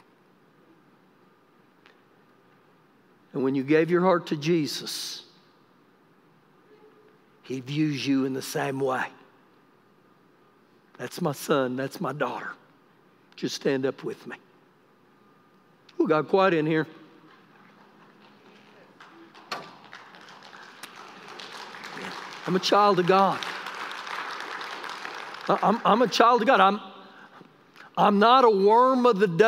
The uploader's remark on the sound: Recorded live during our Wednesday night service